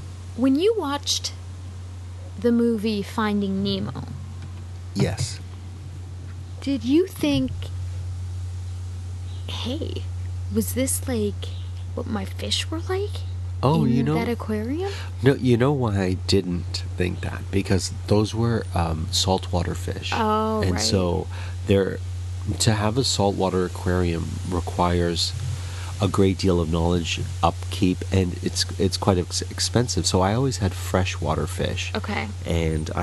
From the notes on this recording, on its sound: We are back outside and recorded this episode in the backyard, with sounds of the neighbourhood all around them.